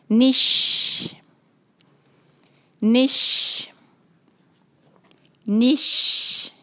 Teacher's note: اب کسرہ کو ہم ملا رہے شین کے ساتھ، نون کے کسرہ کو شین کے ساتھ ملائیں گے تو شین پہ آواز جو ہے وہ ذرا پھیلتی بھی محسوس ہونی چاہیے